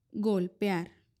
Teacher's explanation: La palabra golpear también es un hiato, como sabemos, porque la E y la A se pronuncian de formas separadas